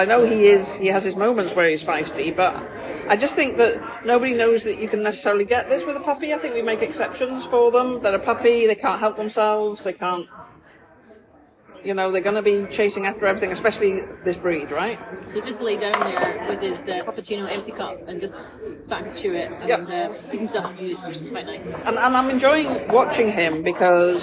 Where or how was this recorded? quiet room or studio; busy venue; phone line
busy venue